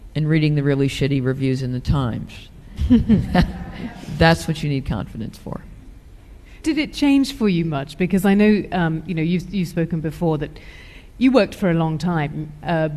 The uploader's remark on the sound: at a Guardian live event recorded in London